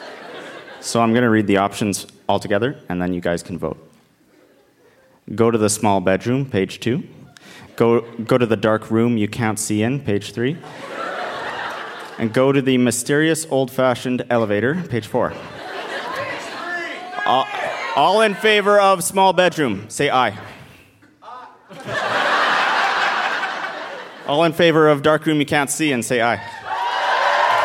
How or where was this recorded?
live audience